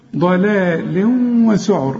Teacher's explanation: الواو والسين والعين كلها مرققة، الراء بقى عند الوقف هنقف عليها هنفخمها